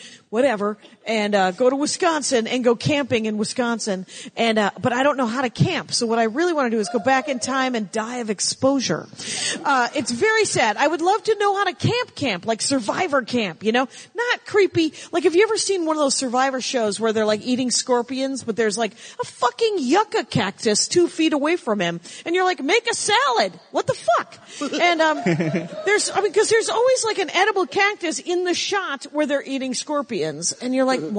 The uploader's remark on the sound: Live at Sketchfest. I did a live Dork Panel.